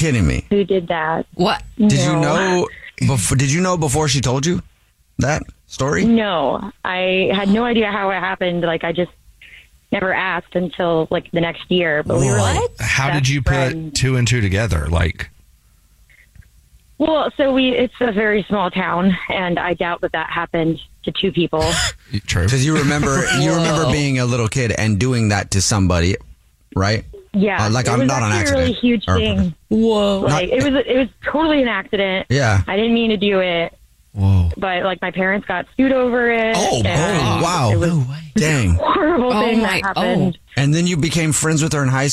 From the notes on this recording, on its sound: Give the caller an anonymous nickname. The woman on the phone.